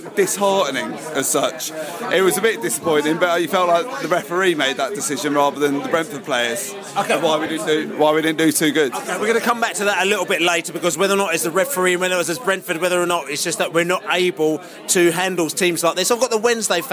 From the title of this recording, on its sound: post-match podcast from the pub